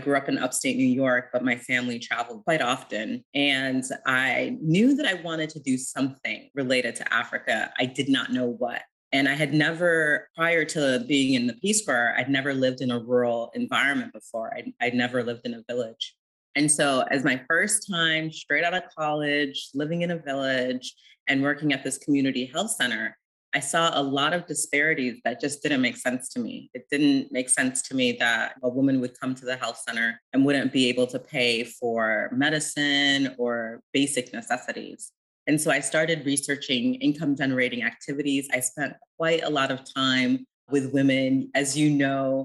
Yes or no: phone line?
no